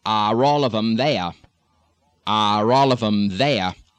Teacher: In any of these R drops that we're doing, the R is likely to come back in if the word following the R drop starts with a vowel